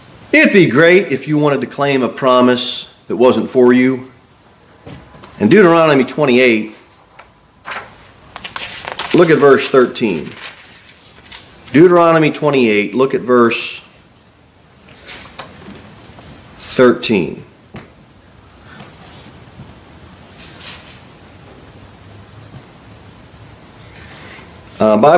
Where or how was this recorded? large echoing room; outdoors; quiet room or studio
large echoing room